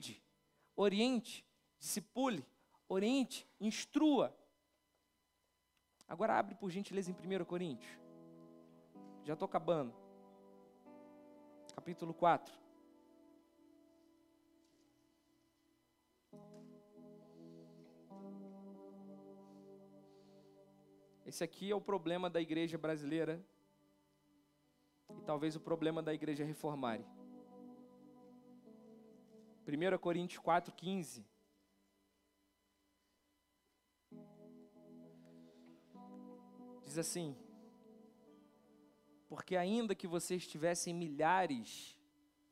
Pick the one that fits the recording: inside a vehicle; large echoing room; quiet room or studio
large echoing room